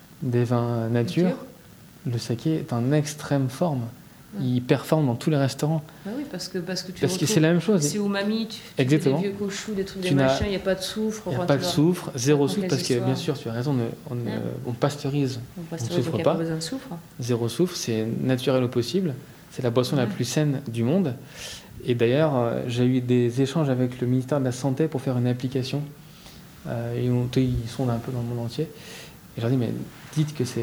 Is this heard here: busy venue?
yes